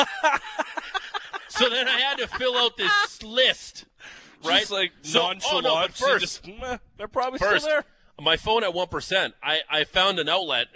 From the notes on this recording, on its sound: live from the Flames Charity Golf Classic at Country Hills Golf Club